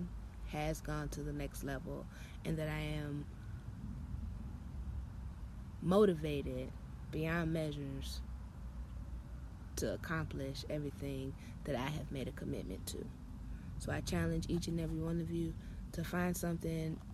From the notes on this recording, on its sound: Sorry for the background noises, that’s what happens when you live near base!